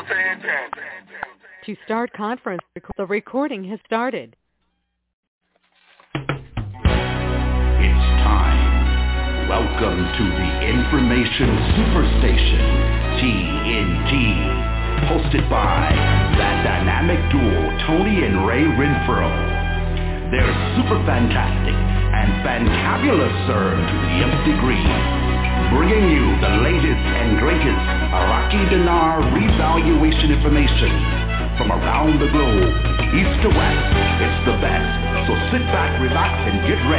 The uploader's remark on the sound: TNTSuperfantastic Conference Call